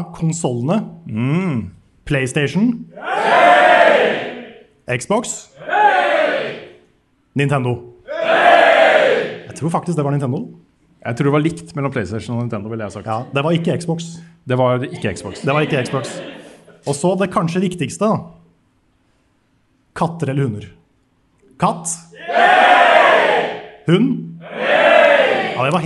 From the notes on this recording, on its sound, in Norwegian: Vi kjører live fra Spillhuset i Bergen i ukens episode, med et entusiastisk og tallrikt publikum